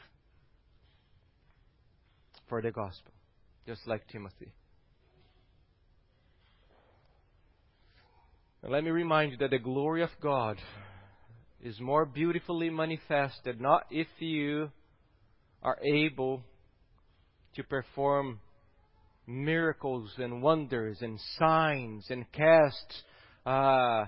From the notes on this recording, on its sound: at Gracious Cross Reformed Church Salem on Sunday, November 29th, 2020.